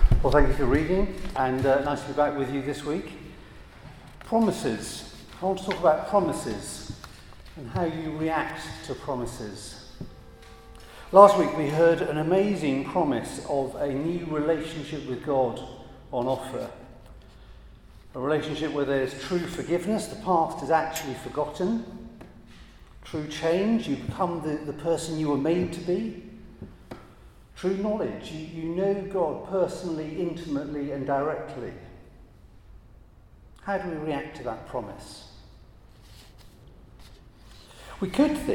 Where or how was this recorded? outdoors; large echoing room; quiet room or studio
large echoing room